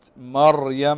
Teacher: ساكنة سكون أصليا وقبلها فتح، مثل كلمة مريم فنفخم الراء